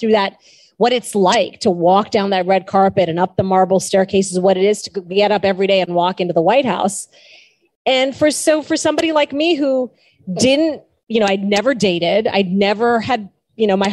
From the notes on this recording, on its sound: This episode is a live session from Jaipur Literature Festival 2022, recorded on March 13.